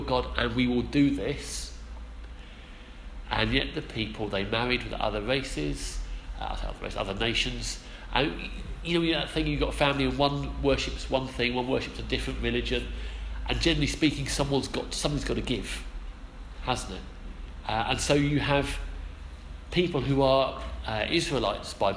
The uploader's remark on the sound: Our sermon from the 11am service